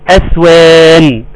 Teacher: عاوزك ترقق الهمزه فتبقى وترقق السين فتبقى اس، وترقق الواو فتبقى وا، وهترقق الالف والنون طبعا · Term: ترقيق السين